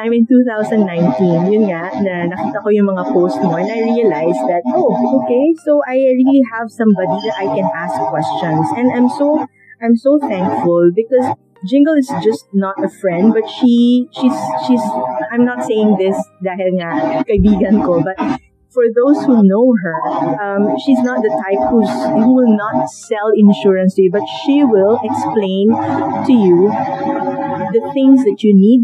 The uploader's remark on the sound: Apologies in advance for some of the background noise. I didn’t notice I used the grounded cable for the mic. No amount of post edit could remove it.